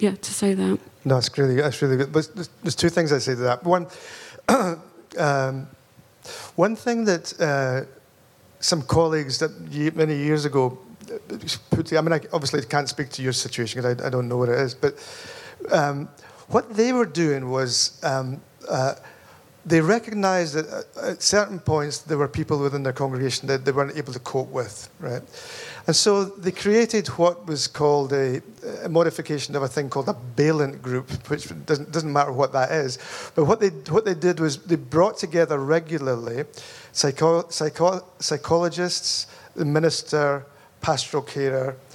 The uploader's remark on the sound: Recorded live at Spring Harvest. This interview was recorded live.